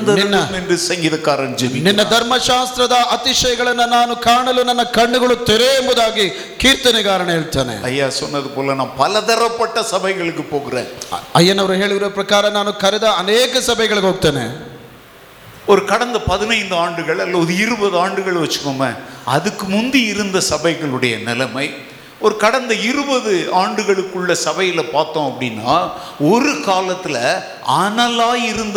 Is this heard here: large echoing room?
yes